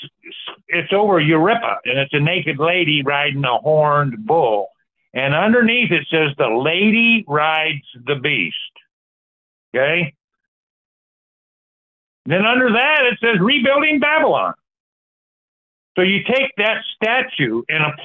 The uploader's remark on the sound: Sunday Call In Bible Study January 14, 2024